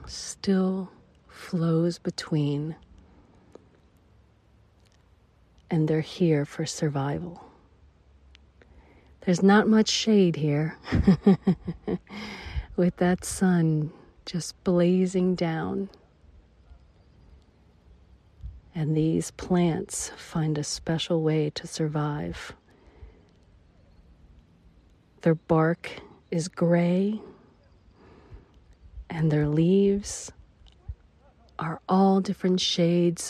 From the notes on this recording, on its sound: LIVE from Las Vegas Red Rock Canyon. In Red Rock Canyon in the Spring Mountain in Las Vegas, Nevada, USA. This is a special on location Walk and Talk during our Mindfulness Summer Tour 2022.